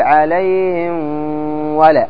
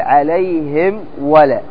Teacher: هنا تظهر الميم إظهارا بينا واضحا من دون إخراج غنة · Shown in: second take · Term: الإظهار